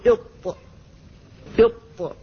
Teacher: فاللسان يلامس أصول الثنايا العليا عند منبتها بشدة